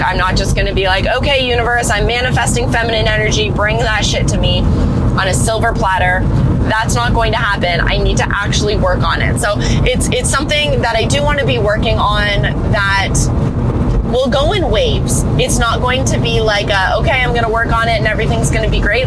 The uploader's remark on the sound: My first 'car chat' episode